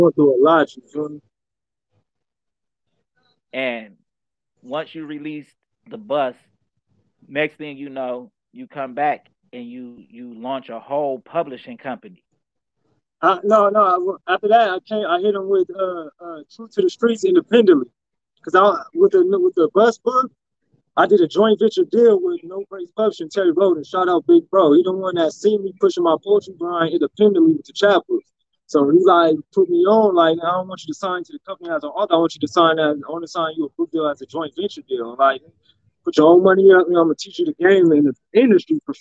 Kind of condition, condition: link, video call